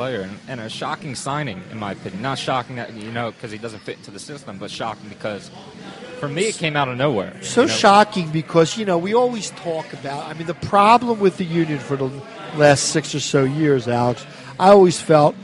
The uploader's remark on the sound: Live At Villa Capri